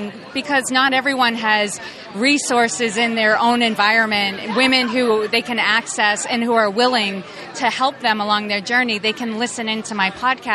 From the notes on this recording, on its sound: This episode was recorded at Podcast Movement in Chicago so we were all physically in front of one another.